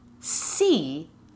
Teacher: the tongue is in a high and forward position as you pronounce the word